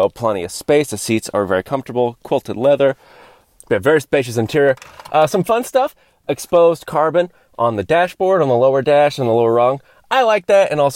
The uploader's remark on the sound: A guided tour of the Audi S6. A live drive review.